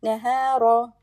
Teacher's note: Ha is two haraka long and then ra will be heavy in nahara.